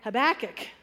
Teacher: So, yeah, because I've been saying Habakkuk with the emphasis on the hab, but I know some of you say Habakkuk with the emphasis on the second. And then other people emphasize the third, Habakkuk.